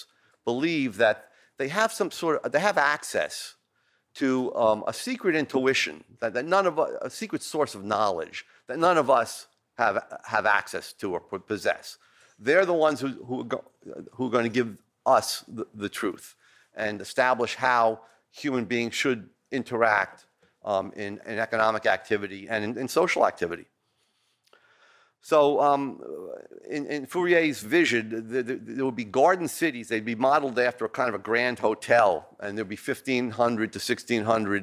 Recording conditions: large echoing room